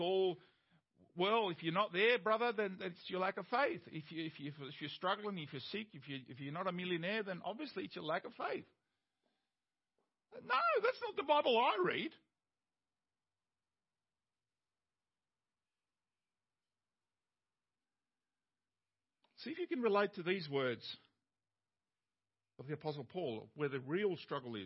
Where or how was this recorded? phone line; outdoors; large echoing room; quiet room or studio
large echoing room